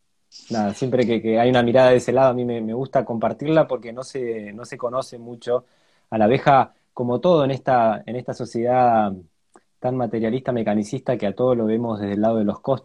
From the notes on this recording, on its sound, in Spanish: Audio de la charla en vivo por Instagram